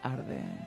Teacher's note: Yo lo hago con el vocal fry